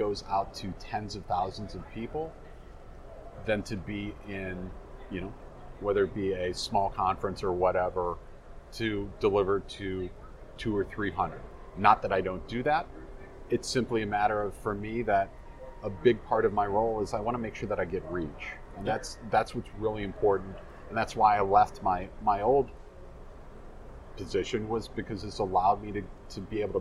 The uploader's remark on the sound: recorded at Microsoft Ignite in Orlando